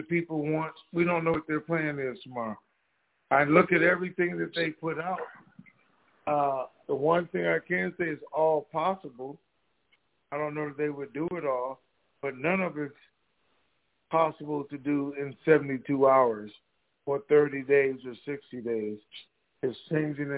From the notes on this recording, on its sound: TNTSuperfantastic Conference Call.